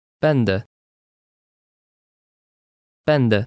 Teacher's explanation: The E with a tail resembles an EN when it appears in a word, but sounds like a normal Polish E when appearing at the end.